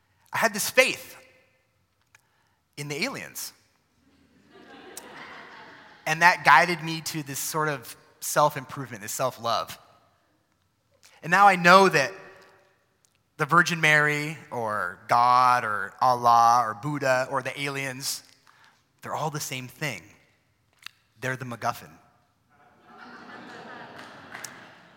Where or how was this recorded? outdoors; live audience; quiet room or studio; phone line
live audience